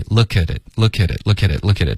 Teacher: 这个科特别软可是不会浊成一个歌的音